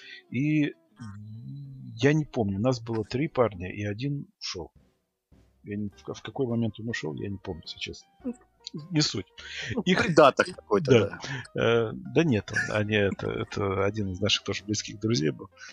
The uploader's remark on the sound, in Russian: Извиняемся за плохой звук